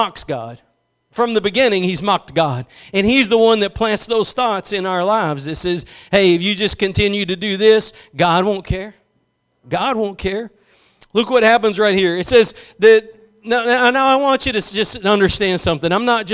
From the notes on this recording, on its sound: Preached at Gospel Lighthouse in Bossier City, La.